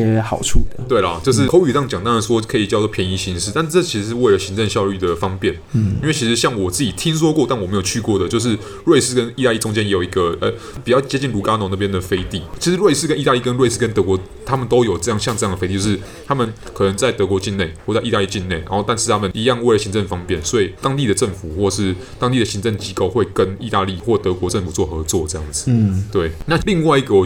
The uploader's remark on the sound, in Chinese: 本集白噪音指數：蚊風級 1/5。錄音地點：515 Cafe & Books。